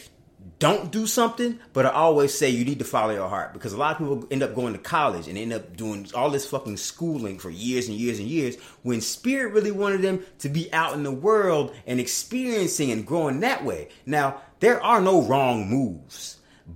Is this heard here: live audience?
no